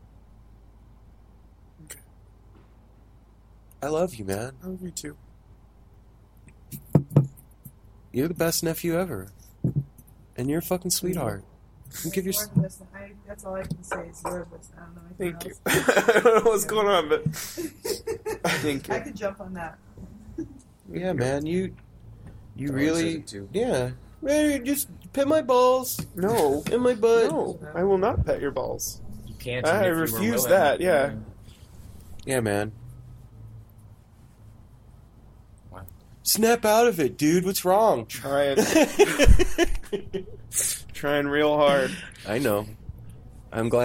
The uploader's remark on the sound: A Morning On The Porch. This is a live therapy session with the No Simple Road Crew, unedited, raw, unfiltered, and real.